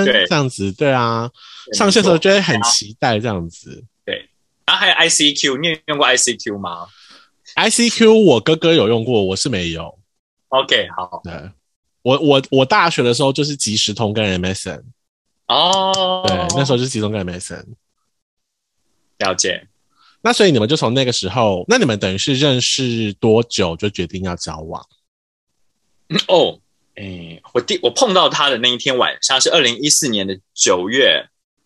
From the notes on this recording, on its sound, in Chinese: 由於疫情關係，伊學院目前都使用網路錄音，請大家體諒音質與因網路延遲而造成的談話空白。